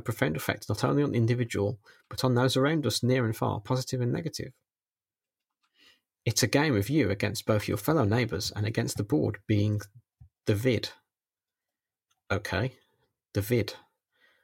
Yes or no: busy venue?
no